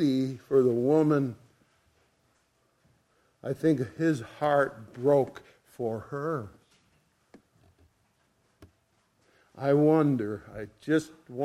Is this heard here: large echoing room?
yes